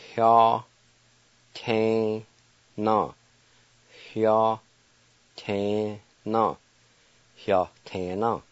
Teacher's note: in this word, there's kind of a faint H sound right at the very beginning